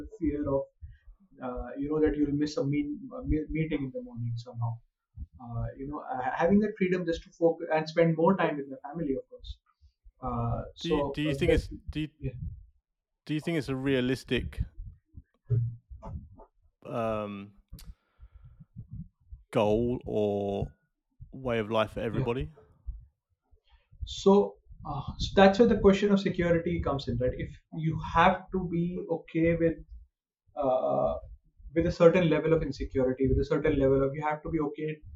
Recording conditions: poor sound quality